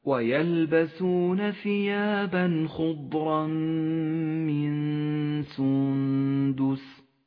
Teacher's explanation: والآن حكم الإدغام بغنة في قوله تعالى: ويلبسون ثيابا خضرا من سندس خضرا من التنوين وبعده حرف الميم يضغم التنوين بالميم يسقط التنوين من اللفظ ولذلك هو رمادي اللون وتشدد الميم وتغن بمقدار حركتين